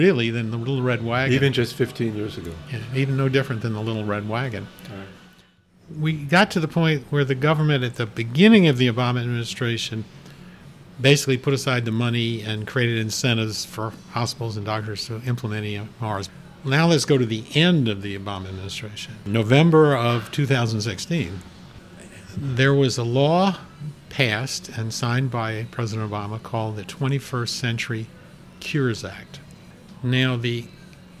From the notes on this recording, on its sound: We recorded on the porch of Gebhard's Beer Culture Bar.